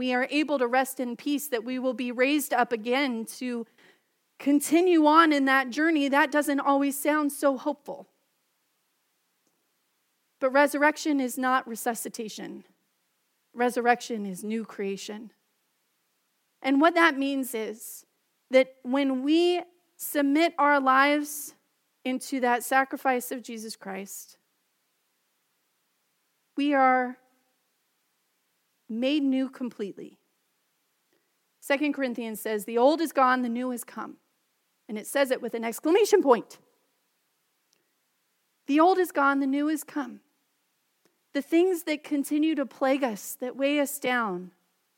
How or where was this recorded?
large echoing room